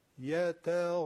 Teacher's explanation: استعلا به معنای تفخیم نیستا، استعلا باعث تفخیم و درشتی این حروف افغان است. این غینو شما درشت بگید بدون افراط · حرف غین جزء حروف استعلاست، یعنی چی میشه؟ تفخیم میگیره. نمیگن استعلاشو بیار، میگن حرف استعلاست تفخیمشو بیار.